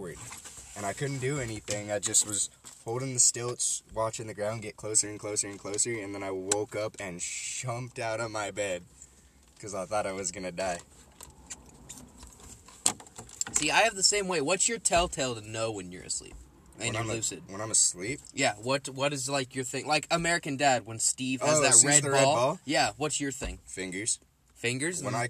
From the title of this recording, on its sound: in the car talking